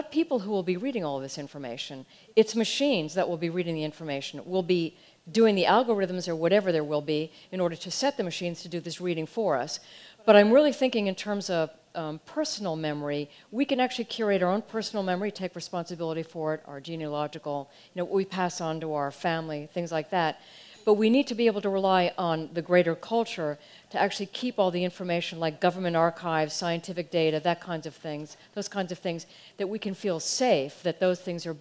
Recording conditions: busy venue